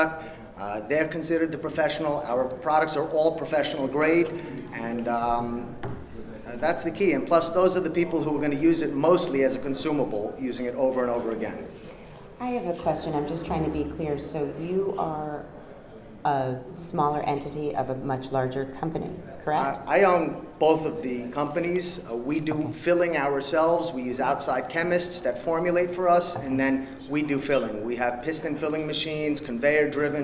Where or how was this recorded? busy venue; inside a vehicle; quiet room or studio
busy venue